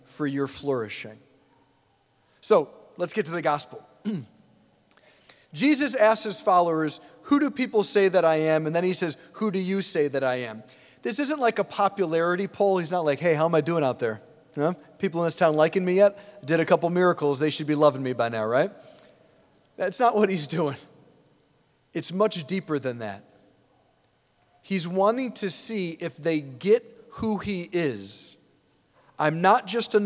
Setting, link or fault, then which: setting, large echoing room